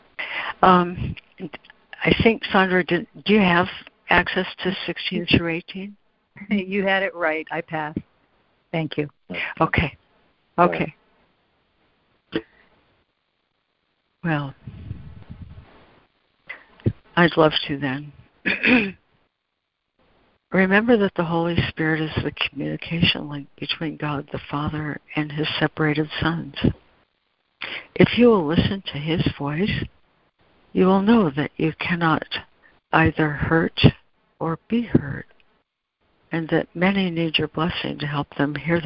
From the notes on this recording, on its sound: ACIM Daily Conference Call.